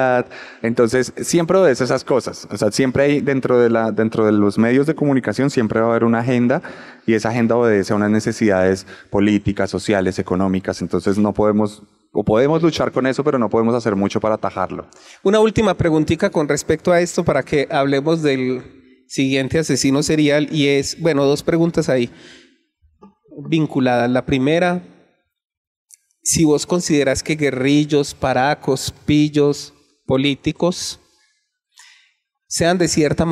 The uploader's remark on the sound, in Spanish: Por primera vez, grabamos SerialMente en vivo con público. Lo hicimos en Medellín, y fue posible gracias a Comfama, que nos llevó a su centro cultural de Aranjuez. También queremos agradecer a los colegas de Entorno Sintético, que fueron responsables de la grabación de este capítulo.